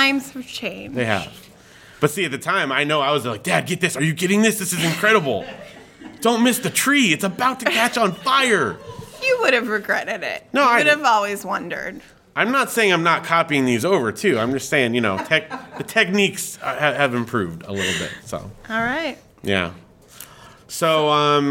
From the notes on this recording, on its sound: Live From Comic Con Palm Springs. In this special recording in front of a live studio audience.